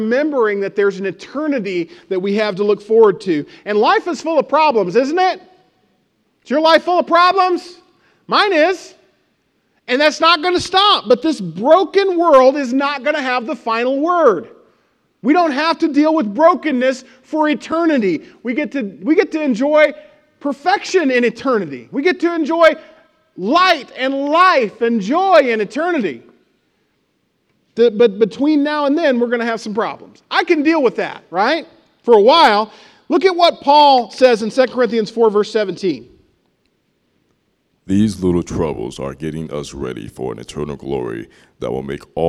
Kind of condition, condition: setting, large echoing room